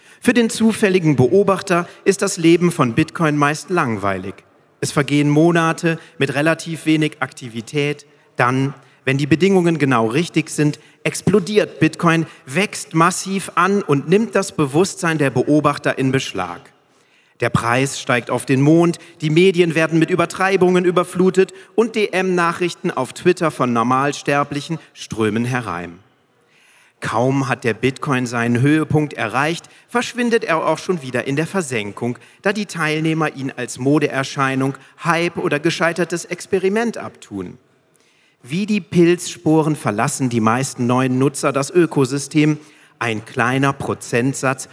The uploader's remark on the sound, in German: Live gelesen bei der Bitcoin Zitadelle 2022.